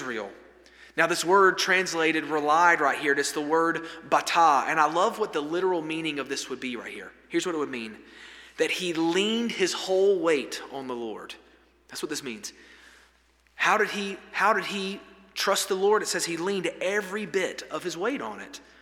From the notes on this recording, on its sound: This sermon was delivered on November 15, 2023 at First Baptist Church Hendersonville, NC during the Wednesday night Bible study hour.